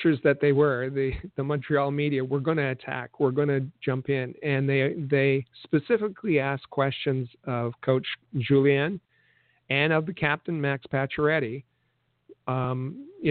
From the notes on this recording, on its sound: we take your phone calls